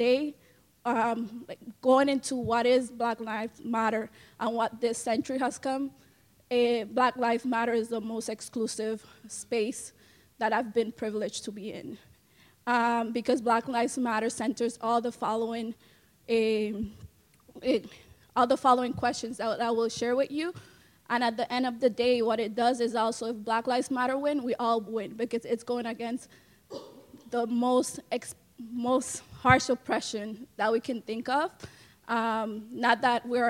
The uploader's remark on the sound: Plenary at DWN's 2016 conference